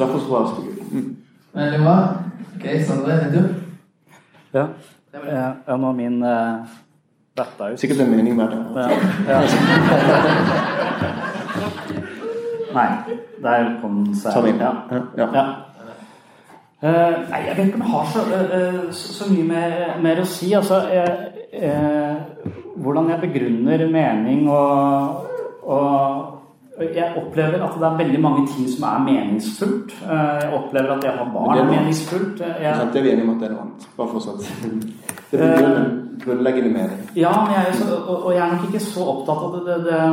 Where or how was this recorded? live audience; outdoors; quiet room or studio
live audience